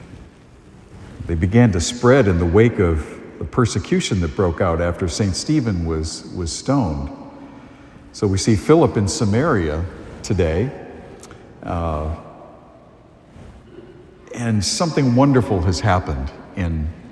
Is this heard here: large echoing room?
yes